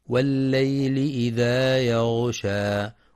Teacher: يراعى تفخيم الغين في يغشى مع بيان صفة الرخاوة فيها